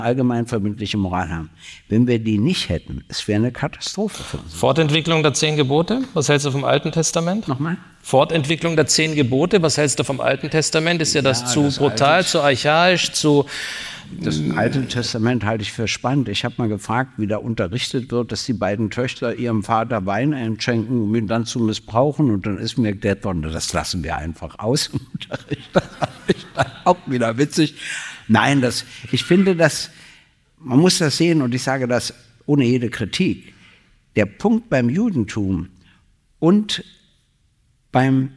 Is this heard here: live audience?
yes